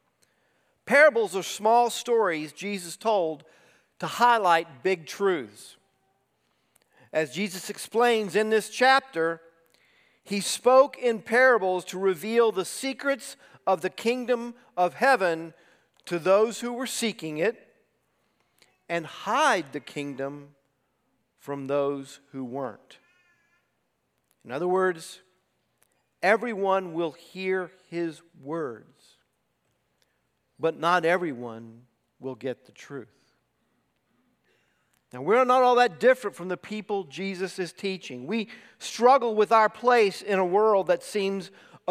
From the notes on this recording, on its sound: preached this sermon at Covenant Fellowship Church on September 3, 2023.